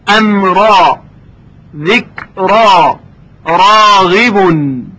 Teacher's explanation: البته حرف ر از این قاعده مستثنا هست، یعنی الف بعد از حرف را تفخیم میشه، امرا، ذکرا، راغبون.